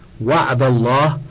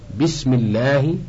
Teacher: وأما حكم اللام من لفظ الجلالة فهو أنها إن وقعت بعد فتح نحو وعد الله، أو ضم نحو إني عبد الله فخمت، وإن وقعت بعد كسر نحو بسم الله رققت